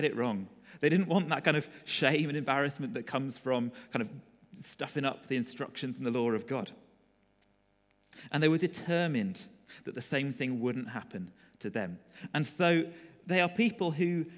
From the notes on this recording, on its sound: Recorded at freedomcentre church, Preston